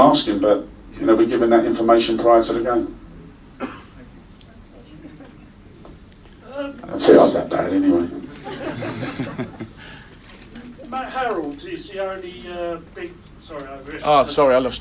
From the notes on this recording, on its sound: Was recorded in the Supporters Club on Monday 15th January. Spoke to a live audience of Leyton Orient fans.